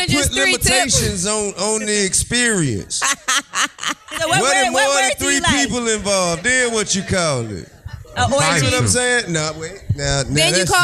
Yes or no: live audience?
yes